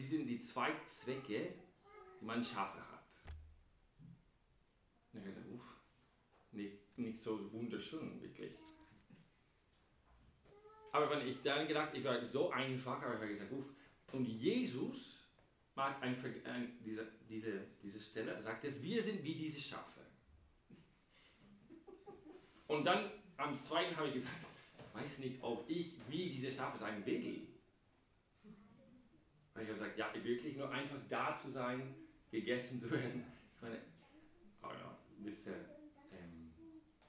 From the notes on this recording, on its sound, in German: Am Gute Hirten Sonntag. Bei der 9:00 Messe gepredigt.